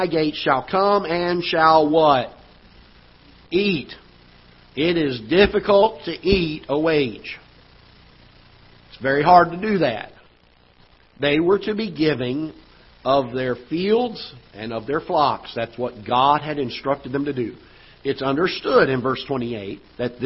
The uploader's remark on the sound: Ketha Heights Baptist Church ~ Live Broadcast